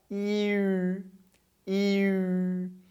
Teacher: mantendo a língua e a parte de dentro da boca igual, I, tenta arredondar os lábios e vai ficar iu · Term: som do u